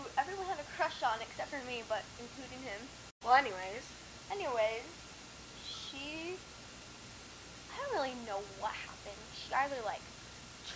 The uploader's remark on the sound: Please excuse the unpleasant microphone quality